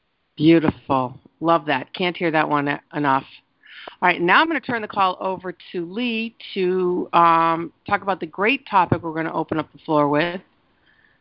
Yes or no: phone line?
yes